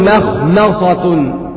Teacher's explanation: مخمصة هنا الميم مرققة والخاء مفخمة لأن الخاء من حروف الاستعلاء فنقول مخمصة.